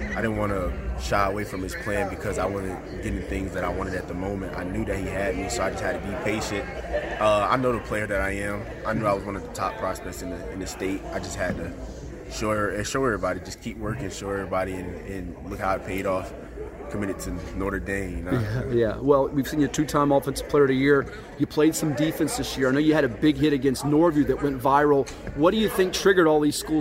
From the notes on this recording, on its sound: Live from the Campus of Old Dominion University